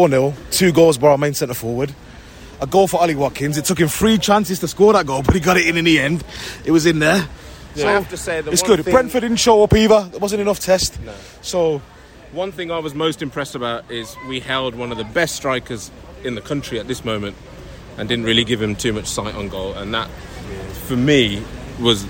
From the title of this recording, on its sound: post-match podcast from the stands